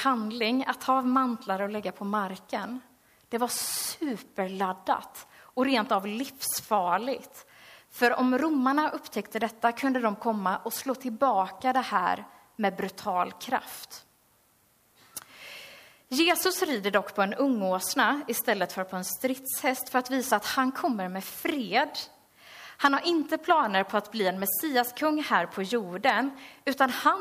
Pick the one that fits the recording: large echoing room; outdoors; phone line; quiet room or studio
large echoing room